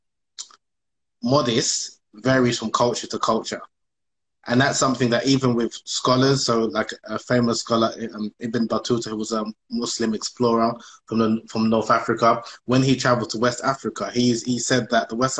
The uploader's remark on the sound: on Instagram Live